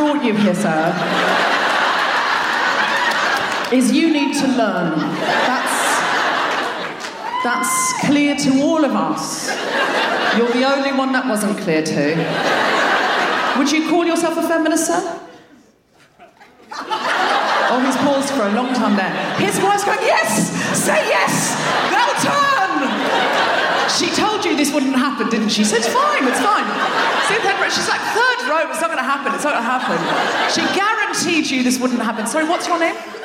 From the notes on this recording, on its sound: Recorded 12 January 2020 at Danforth Music Hall in Toronto.